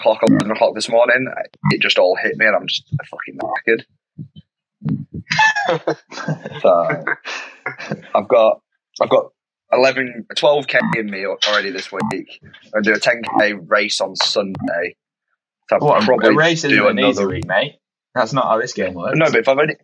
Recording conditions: poor sound quality